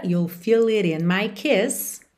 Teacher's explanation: It in também juntou com rarara.